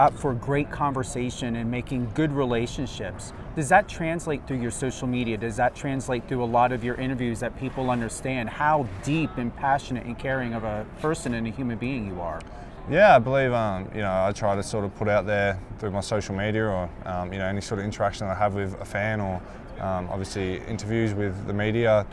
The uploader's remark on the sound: Live at Allegiant Stadium